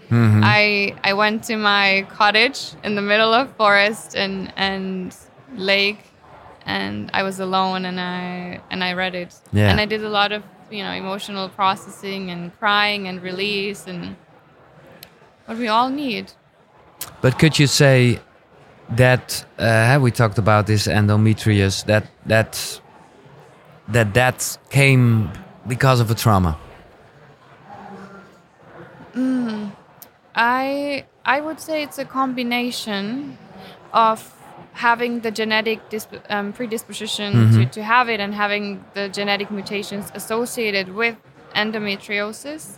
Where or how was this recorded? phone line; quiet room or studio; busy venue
busy venue